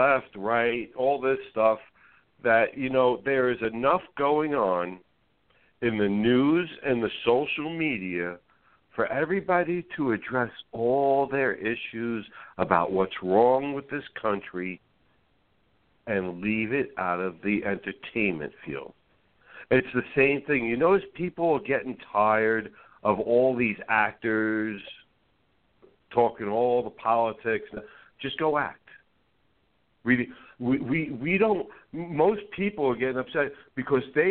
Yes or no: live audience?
no